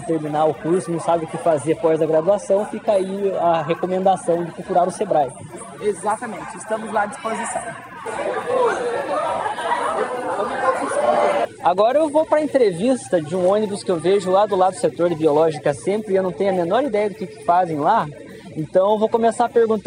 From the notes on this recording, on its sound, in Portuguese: Nós da UFPR fomos até Londrina para apresentar os projetos de extensão da universidade. Foram gravadas algumas entrevistas dos stands.